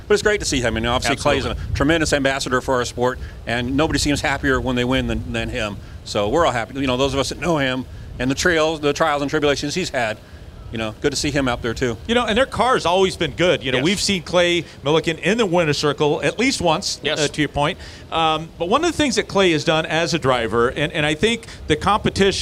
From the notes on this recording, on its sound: Live from the NHRA Fall Texas Nationals. We're going LIVE from the pits at the NHRA Fall Texas Nationals with three big guests at the Texas Motorplex in Ennis.